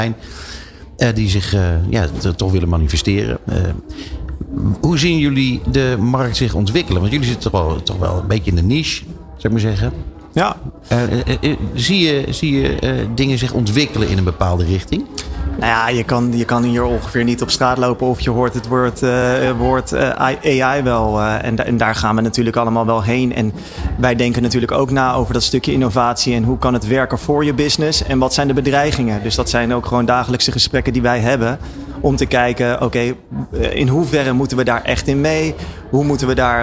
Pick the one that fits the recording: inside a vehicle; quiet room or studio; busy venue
busy venue